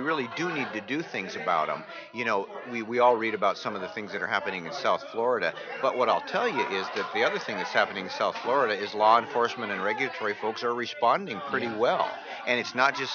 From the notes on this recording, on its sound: RC2C broadcasting from the 39th Annual NAATP Leadership Conference in Austin, Texas.